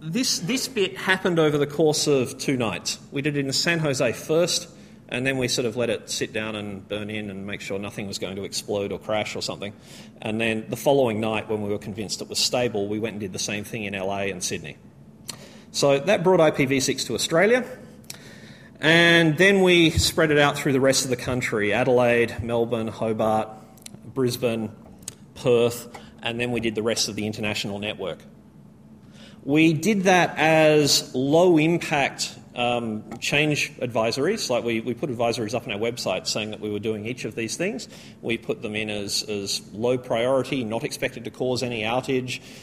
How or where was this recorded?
live audience